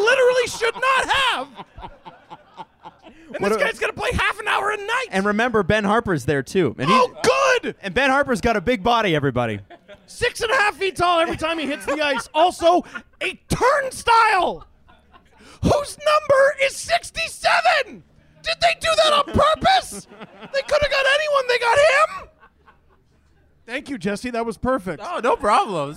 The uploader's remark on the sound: Live from Old Flame Brewery in Port Perry! Have a Q&A with the audience.